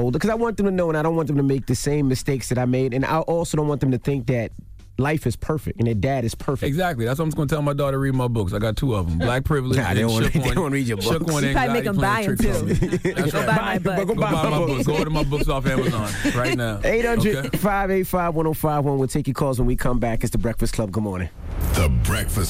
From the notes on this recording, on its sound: open up the phone lines